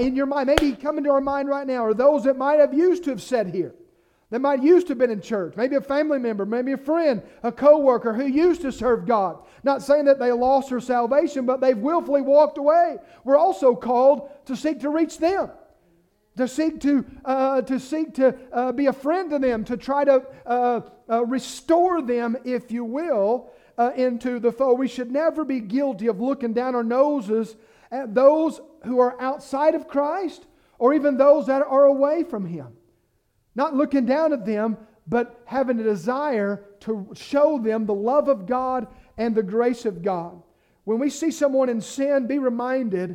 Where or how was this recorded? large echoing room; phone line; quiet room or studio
large echoing room